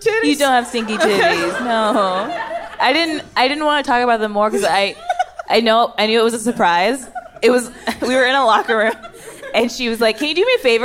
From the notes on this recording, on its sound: Recorded live at the Largo at the Coronet.